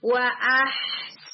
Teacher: حمزہ کا مخرج اس کی کوالٹی کے جہر ہے، ہا کا مخرج اس کی کوالٹی کے ہمس ہے